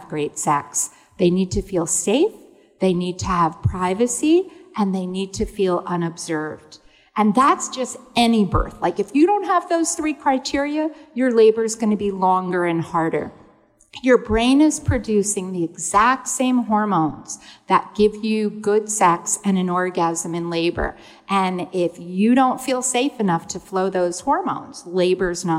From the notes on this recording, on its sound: Live talks from the Sensing Woman 2022: A multisensory event that took place at C24 Gallery in Chelsea, New York City. Live talks from the Sensing Woman 2022: A multisensory event that took place at C24 Gallery in Chelsea, New York City.